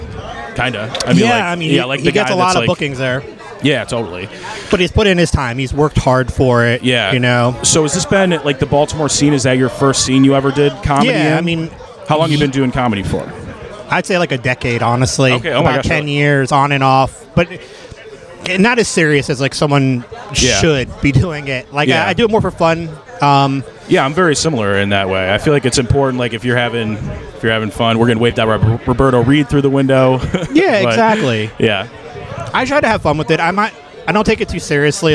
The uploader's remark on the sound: Recorded following the comedy open mic at Fells Point Tavern.